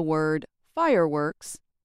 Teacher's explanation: when I say the word fireworks, I put greater loudness on fire. If I put the stress on works, it changes the meaning and would confuse the listener.